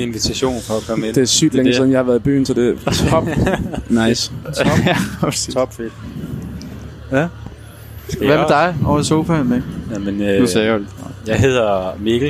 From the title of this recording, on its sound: Live fra den hemmelige jazzklub